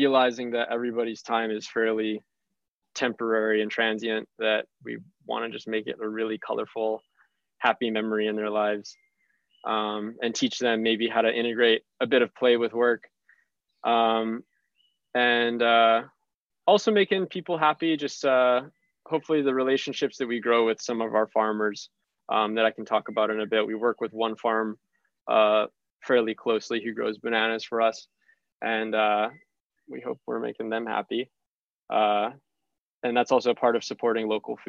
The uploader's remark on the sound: now a zoom meeting due to social distancing guidelines